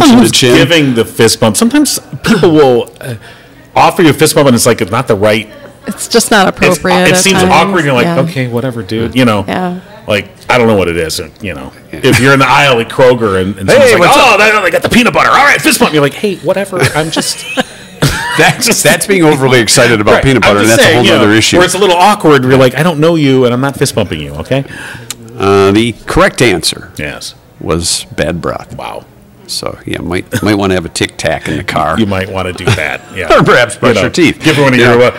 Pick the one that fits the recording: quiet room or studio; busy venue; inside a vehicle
busy venue